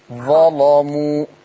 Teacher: خلي بالك من تغليظ اللام